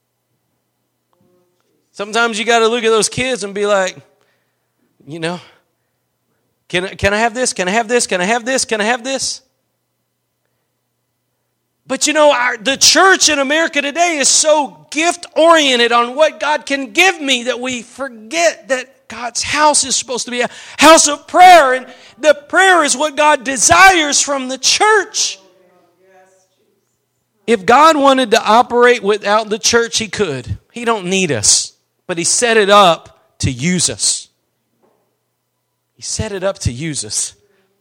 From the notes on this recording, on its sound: Preached at Gospel Lighthouse in Bossier City, La.